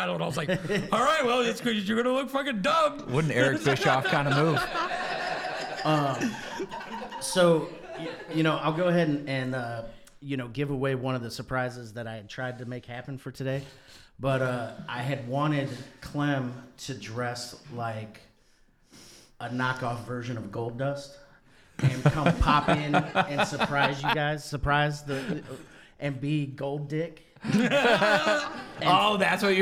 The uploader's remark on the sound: LIVE AT THE 16th ANNUAL CLEVELAND COMEDY FESTIVAL